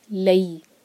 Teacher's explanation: مدلین ہے، لام کو یا سے جوڑیں گے